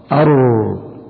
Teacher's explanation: المخرج الحادي عشر طرف اللسان مع ظهره، ويخرج منه الراء